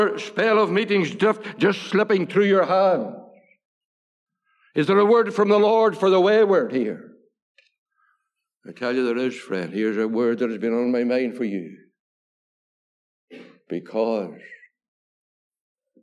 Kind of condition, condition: setting, large echoing room